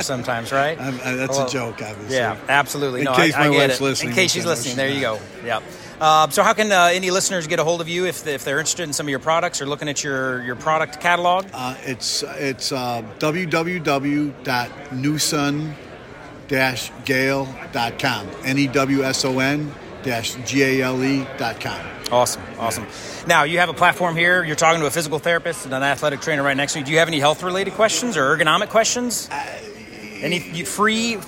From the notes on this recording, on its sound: VPPPA Live Conference Podcast Interview. Broadway Ergonomics had the opportunity to participate in the Region 7 VPPPA conference this past June held in Branson, Missouri. As part of our exhibitor booth, we interviewed attendees of the conference for the podcast.